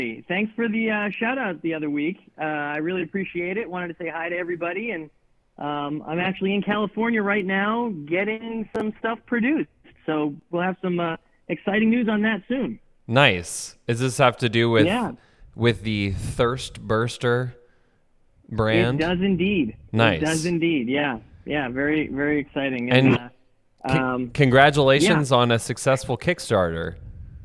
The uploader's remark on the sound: Guests call